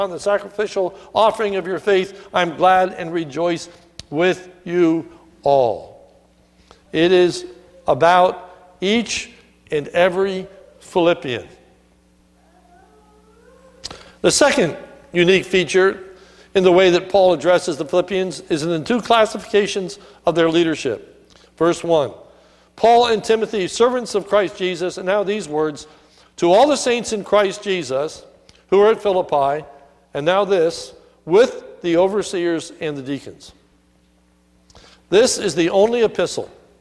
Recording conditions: large echoing room